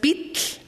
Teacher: Das ist so, dass ich an der Zunge ausatme und zwar so stark ausatme, dass ich da mit der Spucke im Mund auch noch Geräusche mache. Und darum klingt das dann auch immer so lustig.